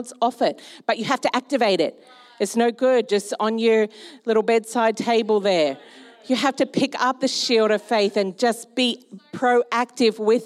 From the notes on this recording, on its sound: Recorded during our Melbourne East service on Sunday, the 2nd of April 2023